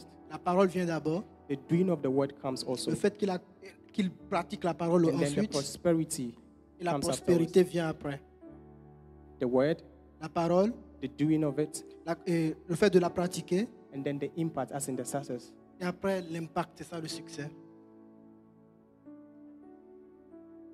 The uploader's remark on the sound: Preached during Joyful Hour Sunday Service